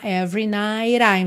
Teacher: Every, atenção, que o E do meio não é pronunciado